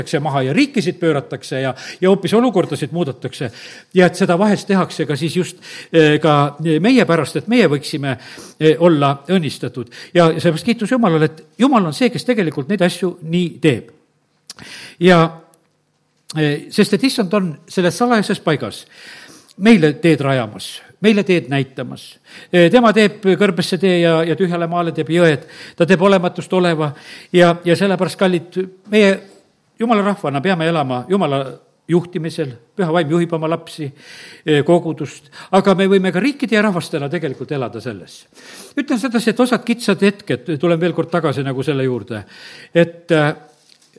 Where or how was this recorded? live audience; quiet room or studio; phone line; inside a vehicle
live audience